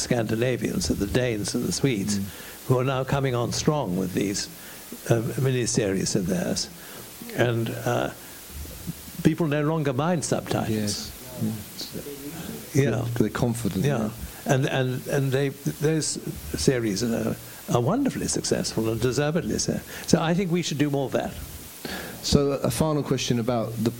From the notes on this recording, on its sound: The Q & A that was recorded from this evening. (Walthamstow International Film Festival).